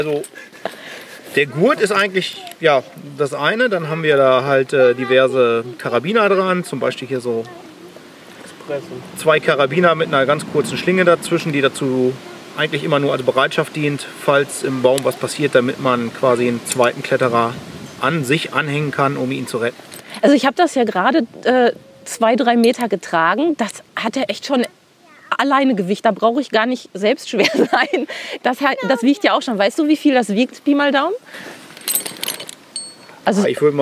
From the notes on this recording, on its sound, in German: auf einer 20 Meter hohen Eiche